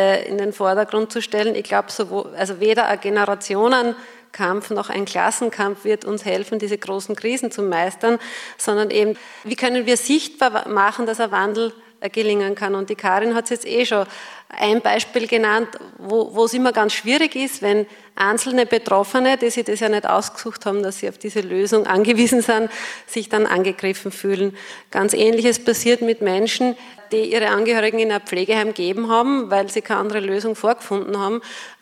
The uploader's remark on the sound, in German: der anschließenden Diskussion rund um die Wortmeldungen aus dem Publikum